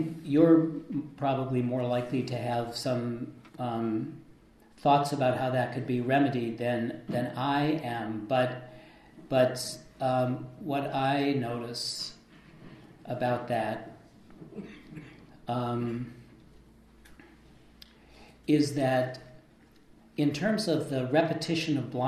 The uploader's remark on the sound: This lecture was an interactive dialogue